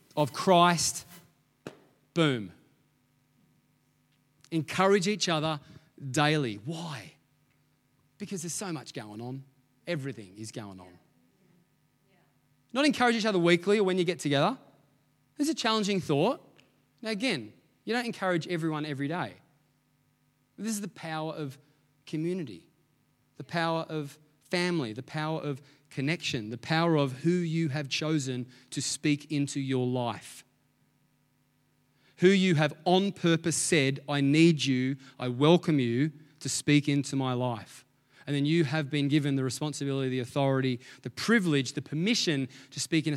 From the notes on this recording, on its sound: Echo Church Melbourne.